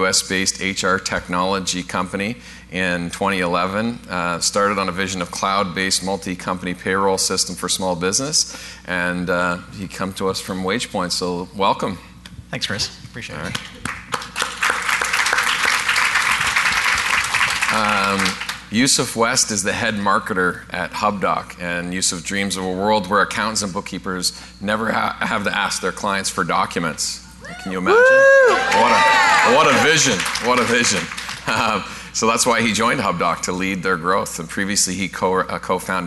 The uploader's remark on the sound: Live Broadcast at the The IPBC IGNITE Conference